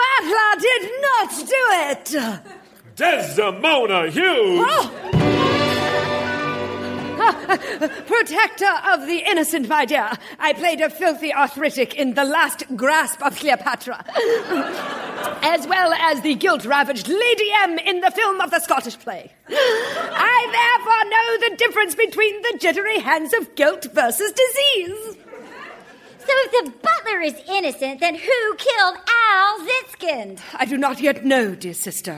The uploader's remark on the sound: Recorded Live 1/10/2014 at Largo, Los Angeles.